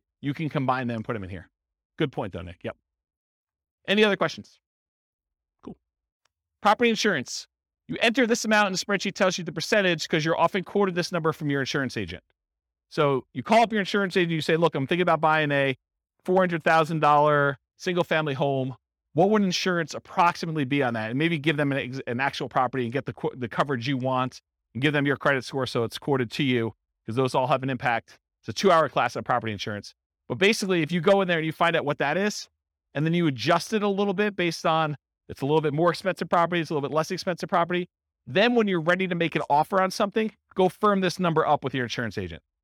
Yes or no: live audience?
yes